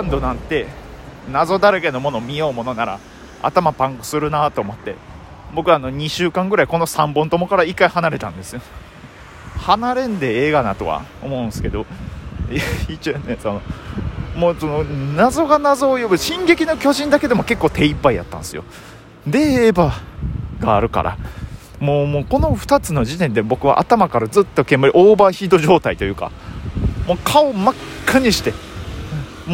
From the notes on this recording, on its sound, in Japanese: 歩きながらやと息が切れよるね。フゥフゥ言いながら喋ってますが興奮してるわけじゃないので、よしなに。